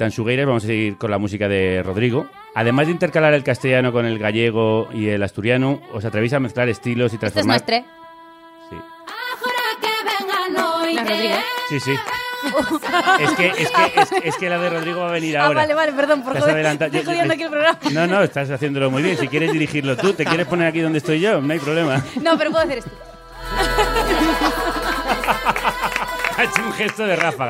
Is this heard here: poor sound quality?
no